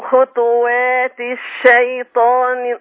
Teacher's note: عايز أسكن الطاء وقلقل